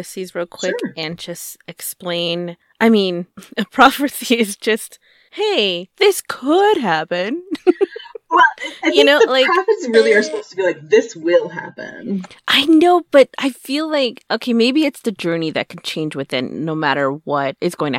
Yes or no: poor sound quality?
yes